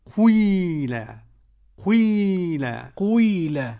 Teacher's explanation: الكسرة مشمة والضمة قبل الكسر نعم الضمة هي الغالبة لأن قيل فعل ماض مبني للمجهول طب · Term: الإشمام